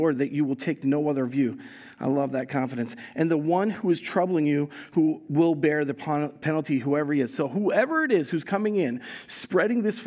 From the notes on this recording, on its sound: Recorded live at Word of Life Church in Le Sueur, Minnesota, on November 6, 2022